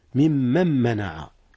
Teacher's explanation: نعم، من من، أصله من من، ثم ممن منع، إدغام النون في ميم منع